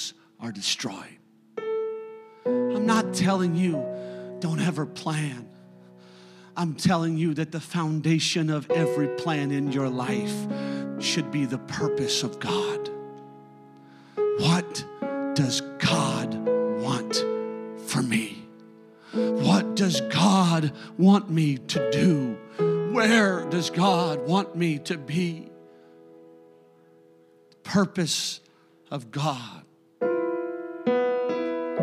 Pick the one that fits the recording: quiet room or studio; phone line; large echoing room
large echoing room